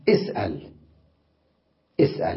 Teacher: اسأل همزة وصل ألفظها مكسورة